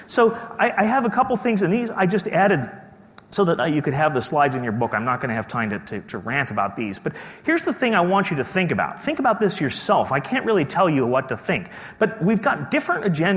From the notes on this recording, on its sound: keynote speech from day two of the conference